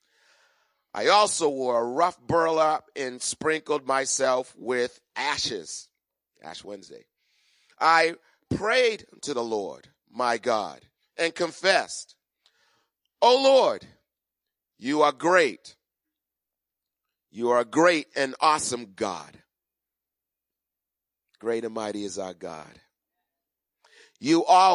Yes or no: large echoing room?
yes